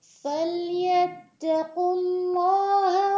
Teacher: اس پیش کی وجہ سے ہم اللہ کے اس لام کو ہم پر پڑھتے ہیں